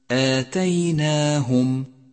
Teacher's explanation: آتيناهم هي كلمة مرققة بكامل حروفها، فكل حروفها مستفيلة، وهذا يستدعي منك نطقا صحيحا لها، فإياك والتفخيم في هذه المواضع.